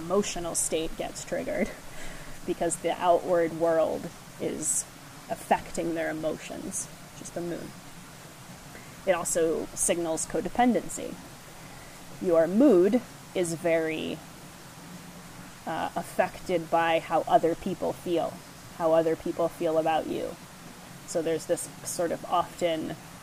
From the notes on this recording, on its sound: Enjoy the waterfall background sounds